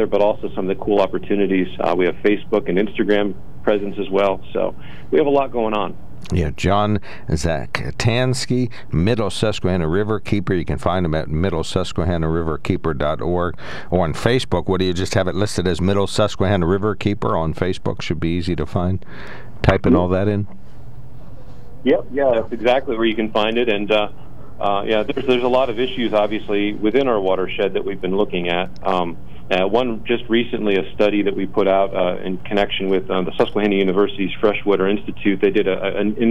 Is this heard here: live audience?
no